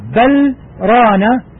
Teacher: هناك سكتة لطيفة على اللام ولا يوجد فيها إدغام وهي أحد الأماكن التي يسكت فيها على الحرف وسنذكرها مستقبلا إن